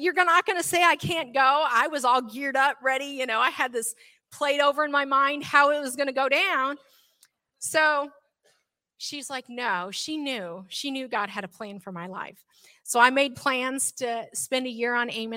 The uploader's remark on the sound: This sermon was recorded live on October 16th 2022 at Newark United Pentecostal Church.